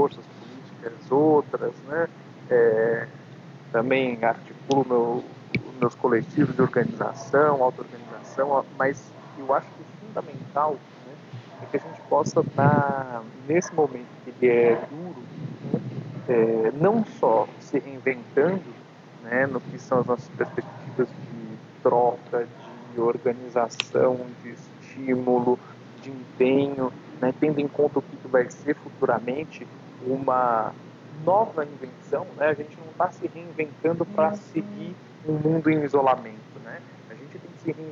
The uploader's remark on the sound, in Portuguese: Em isolamento social durante a quarentena. À DISTÂNCIA por áudio conferência.